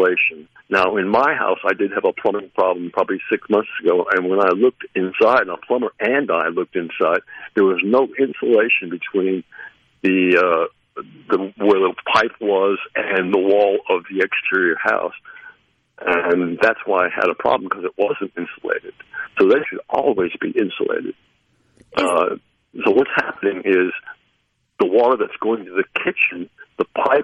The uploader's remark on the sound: joins the conversation by phone